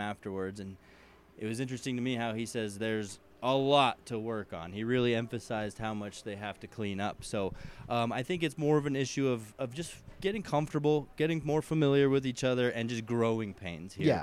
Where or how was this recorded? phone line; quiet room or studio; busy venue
busy venue